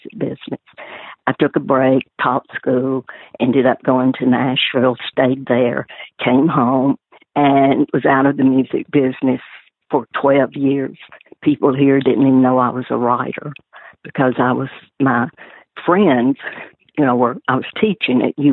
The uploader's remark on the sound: She joined me by phone for this very interesting, personal in-depth look.